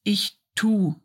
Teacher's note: Ich tue is usually pronounced as ich tu. The E oftentimes is silent.